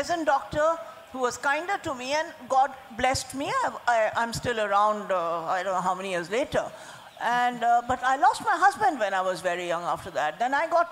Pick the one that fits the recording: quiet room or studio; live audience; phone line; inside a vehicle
live audience